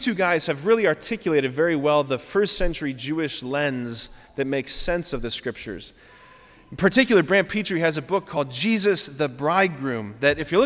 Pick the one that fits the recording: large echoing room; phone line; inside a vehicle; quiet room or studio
large echoing room